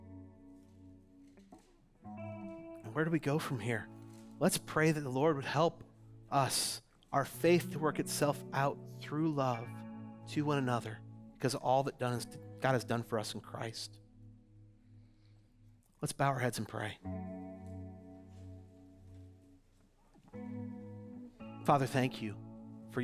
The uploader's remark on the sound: audio from New City Church in Champaign-Urbana, IL